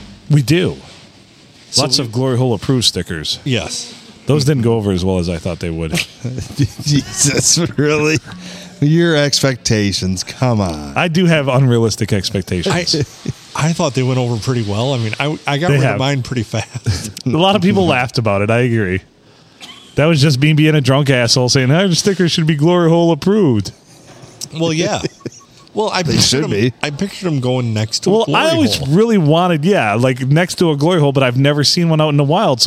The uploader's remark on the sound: Recorded on Sunday Funday at the Rustic Tavern.